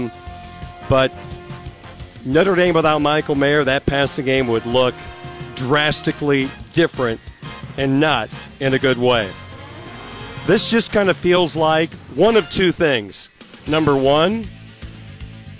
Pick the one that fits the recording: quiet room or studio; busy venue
busy venue